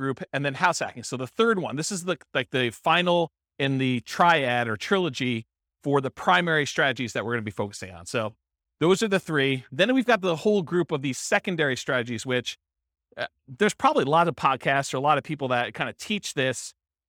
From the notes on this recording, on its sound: This was a live class recorded